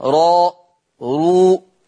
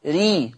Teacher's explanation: إذا كانت الراء مفتوحة مضمومة فحكمها التفخيم راء رو، أما إن كانت مكسورة ري مرققة